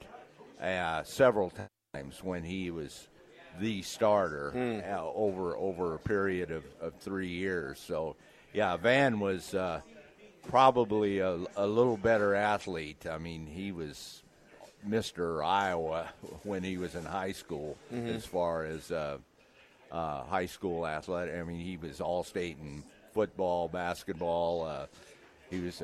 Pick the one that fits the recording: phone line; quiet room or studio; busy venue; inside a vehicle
busy venue